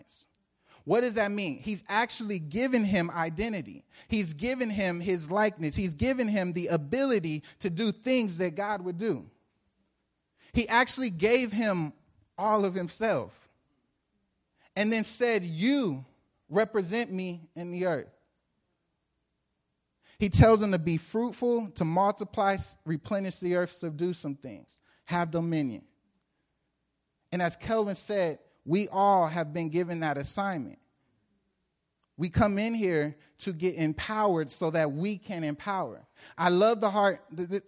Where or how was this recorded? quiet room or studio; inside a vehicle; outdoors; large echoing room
large echoing room